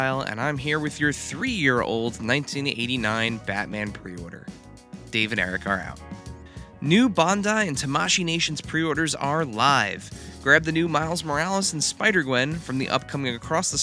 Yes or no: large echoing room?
no